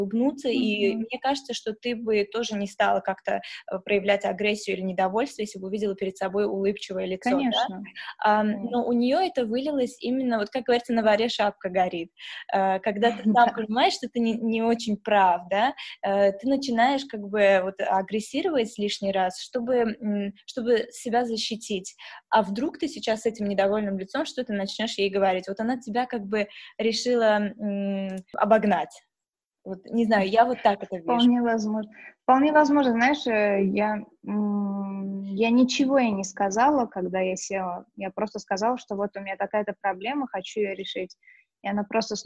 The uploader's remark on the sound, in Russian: Мы познакомились с ней в режиме онлайн и данный выпуск, в связи с карантином, записали так же.